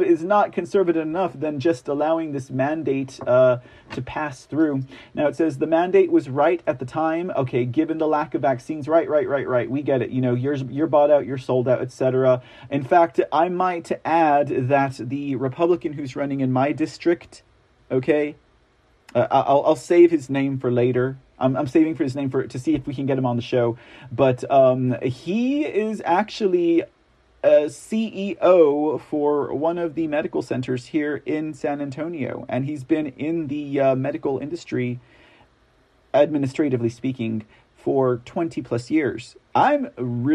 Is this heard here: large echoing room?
no